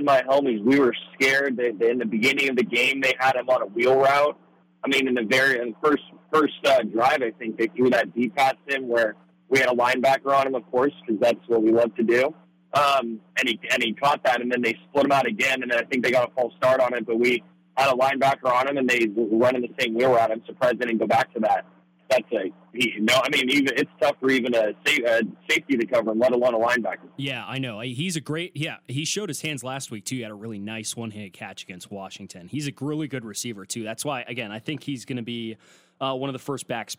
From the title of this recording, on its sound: ASU Postgame Call-In Show